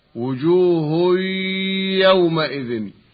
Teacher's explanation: أن النون المتولدة عن التنوين قد تلاشت واختفت، وأن الياء بعد التنوين أصبحت مشددة